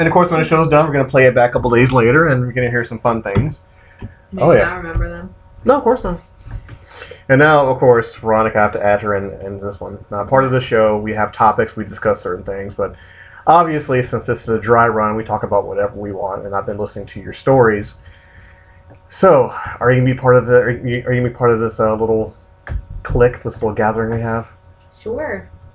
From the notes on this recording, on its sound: We do apologize for the irritating scratching noise. It's the beauty of live podcasting!